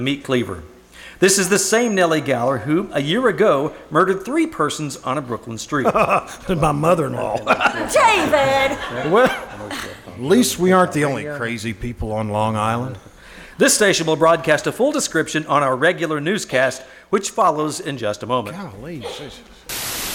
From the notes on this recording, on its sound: Performed "LIVE" at the First Vineyard Winery in Jessamine County, Kentucky. Here is the audio from the second half of their show.